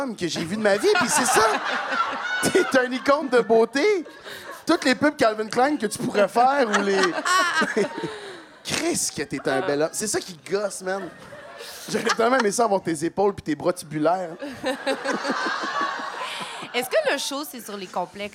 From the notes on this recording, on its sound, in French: LIVE à Montréal! Se joignent à nous pour des confidences LIVE au Cabaret Lion d'Or de Montréal!